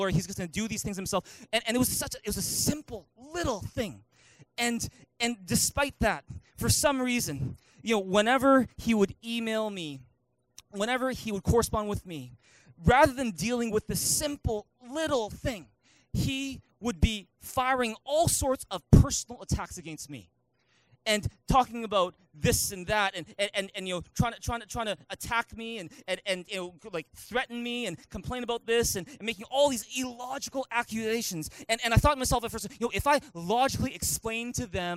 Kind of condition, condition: setting, large echoing room